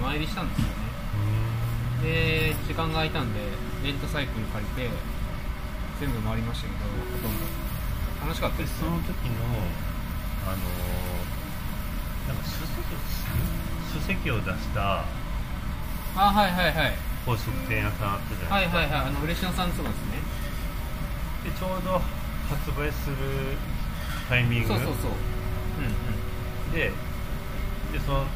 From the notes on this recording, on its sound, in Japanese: 飲食店での打ち上げトークのためノイズ多めでお送りしています。